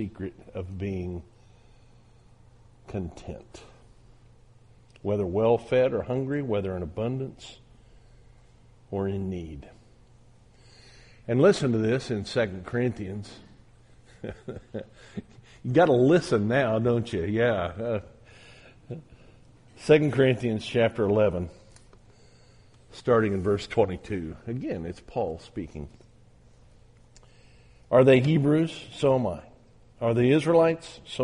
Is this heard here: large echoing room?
yes